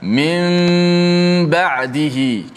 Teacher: kerana bertemu dengan huruf ba maka bacaannya kena baca dengan uh, tukarkan nun kepada mim berserta gunnah dipanjangkan gunnah itu · Term: hukum iqlab